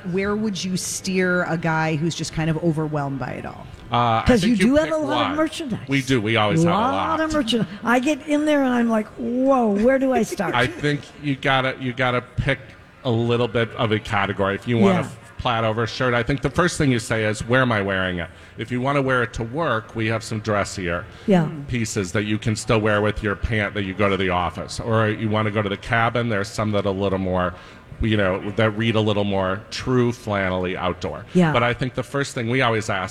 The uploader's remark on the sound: Live form the Galleria